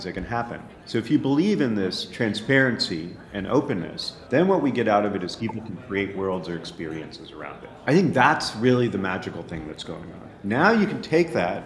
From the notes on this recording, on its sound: Live From Links NYC 2023